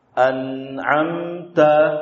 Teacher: Panjang gunnah nun dan mim pada an'amta itu sama